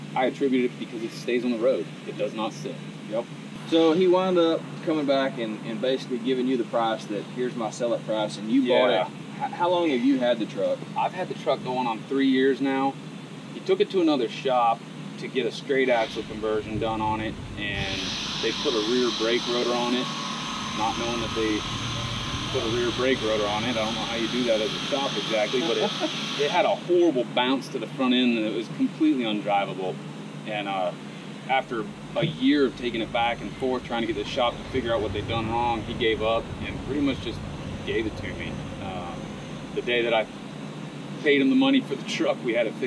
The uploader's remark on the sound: CP Addict goes on location at Lead Foot Diesel Performance